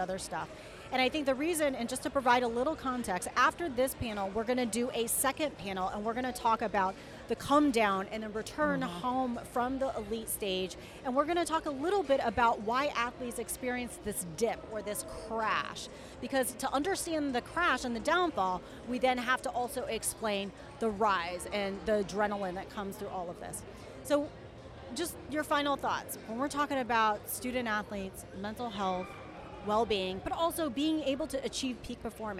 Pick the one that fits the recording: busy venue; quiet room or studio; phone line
busy venue